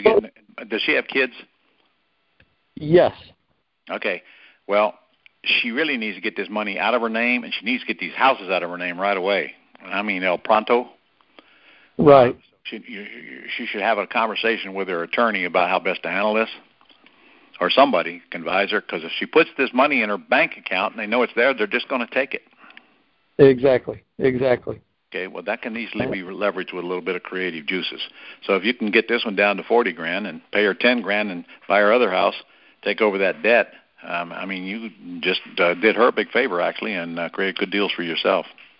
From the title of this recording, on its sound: Gold Club Q&A Call